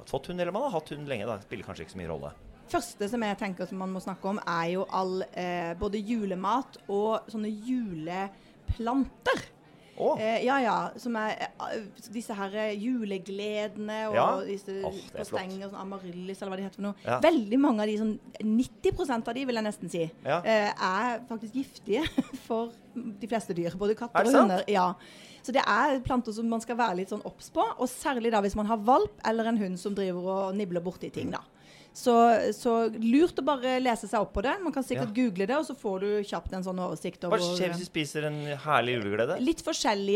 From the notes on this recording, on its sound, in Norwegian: Live julespesial fra Acast sitt studio i "Jul i Vinterland" midt i Spikersuppa i Oslo.